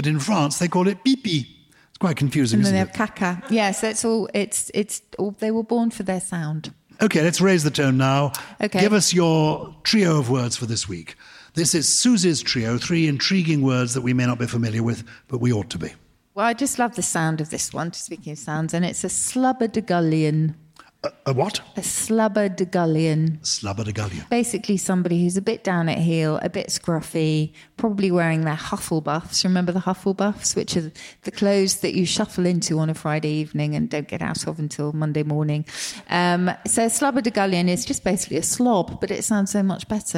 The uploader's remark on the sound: For the second of our live shows in front of a wonderful audience of Purple People. We take lots of questions from the lovely listeners in the room.